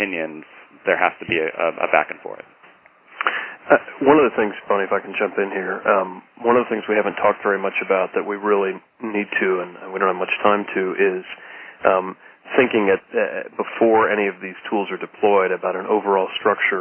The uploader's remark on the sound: Call recorded on August 9, 2012.